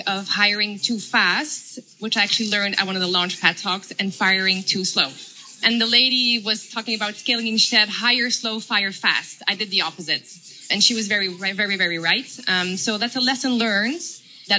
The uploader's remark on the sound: Live conversation recorded at Boutiques Fair Singapore.